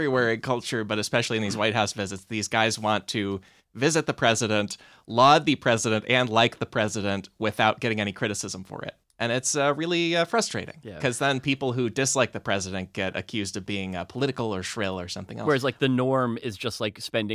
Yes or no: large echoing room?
no